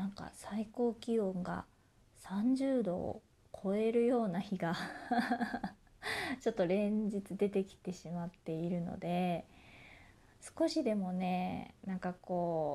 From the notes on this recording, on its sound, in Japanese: 自宅でスマホによる収録のため様々な騒音が収録されています